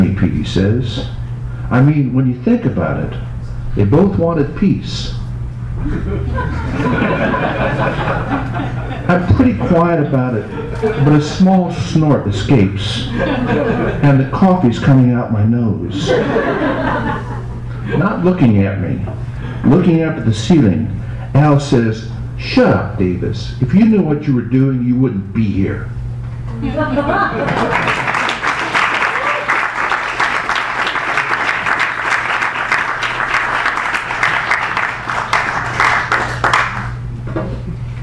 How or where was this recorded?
live audience